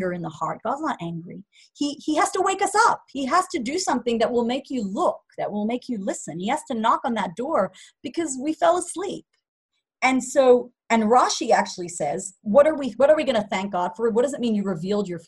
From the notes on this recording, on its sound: Zoom Class